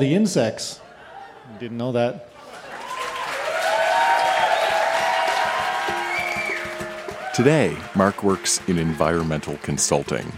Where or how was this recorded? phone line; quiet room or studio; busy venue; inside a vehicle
busy venue